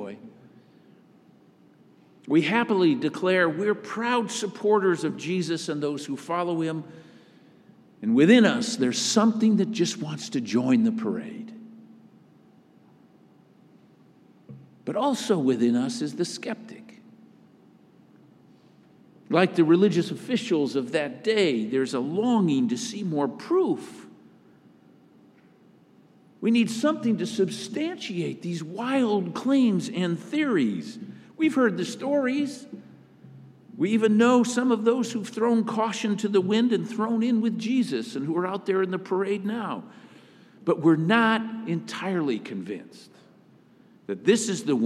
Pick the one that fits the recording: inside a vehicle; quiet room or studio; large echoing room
large echoing room